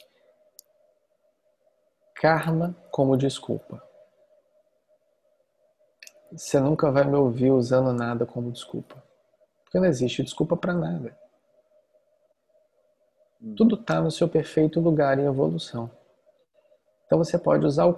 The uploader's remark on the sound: Online via Zoom